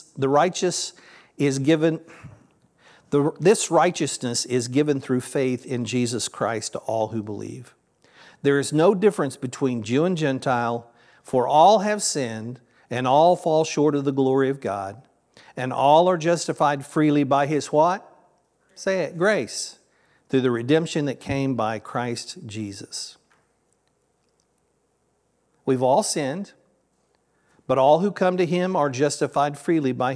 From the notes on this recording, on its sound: This sermon was originally recorded at Palestine Church of Christ on Nov 19th, 2023.